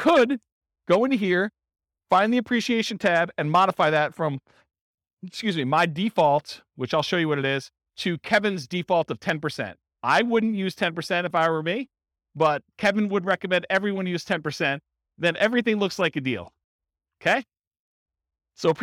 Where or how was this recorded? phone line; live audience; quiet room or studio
live audience